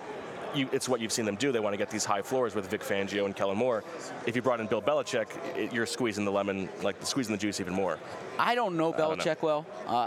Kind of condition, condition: setting, busy venue